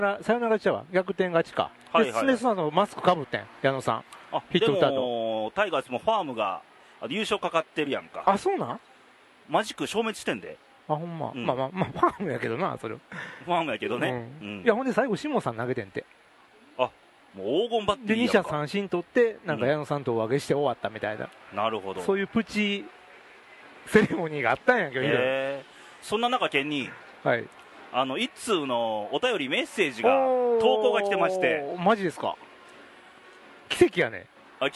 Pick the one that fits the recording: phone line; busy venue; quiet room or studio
busy venue